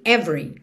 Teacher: lembra que o E do meio não é pronunciado, então você já junta o V no R